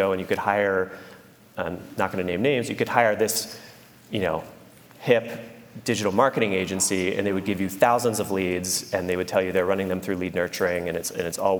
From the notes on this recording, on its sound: took the stage at Omeda's Idea Exchange to do a live recording of the podcast